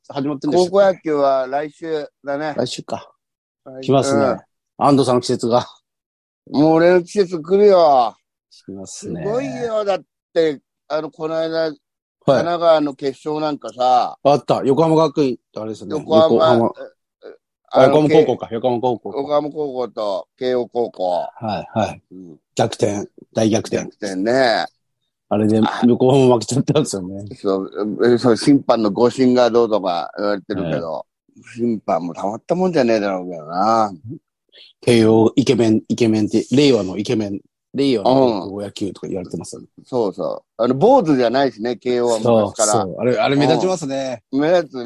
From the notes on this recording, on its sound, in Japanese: ZOOMで収録